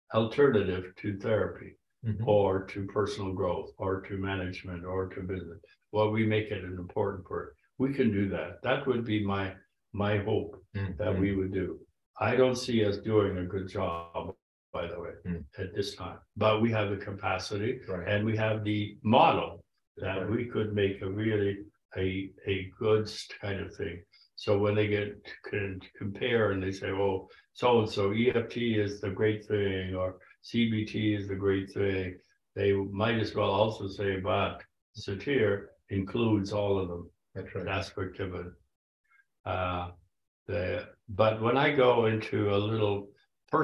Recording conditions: video call